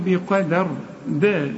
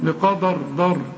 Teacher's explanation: ربنا نزلها كده بالدال، انت بتقولها بالضاد